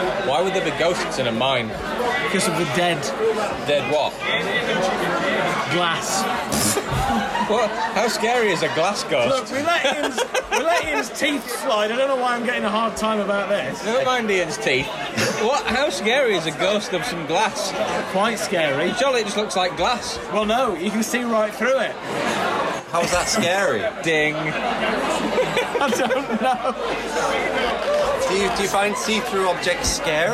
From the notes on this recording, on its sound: In this alcohol fuelled episode, recorded in the pub.